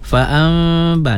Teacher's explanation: nun mati bertemu dengan ba iklab ya, gunnah juga.